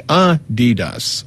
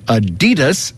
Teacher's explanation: It's supposed to be Adidas, with a slight emphasis on the first syllable · Shown in: first take · not Adidas, stressing the second.